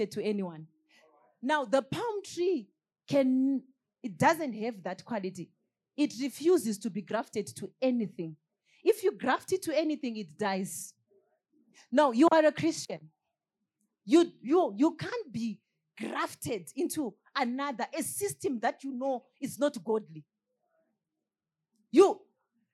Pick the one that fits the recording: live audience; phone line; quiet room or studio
live audience